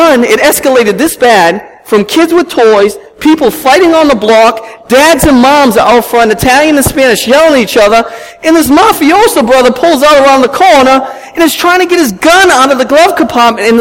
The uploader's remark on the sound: at Restoration Road Church in Wakefield, MA